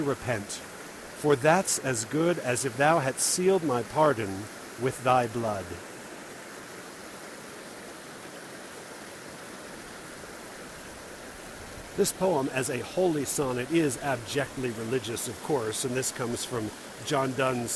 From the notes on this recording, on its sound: This is recorded while sitting on a tree over a stream, and there's a lot of water noise in the background. It might not make great audio, but it was a fun place to record.